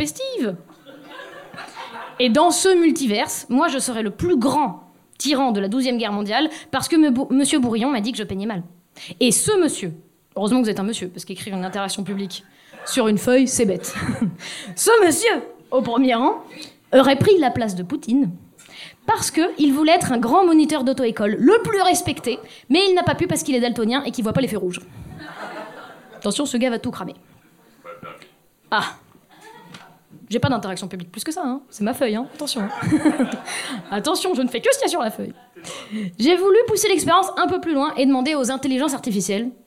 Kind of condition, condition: setting, live audience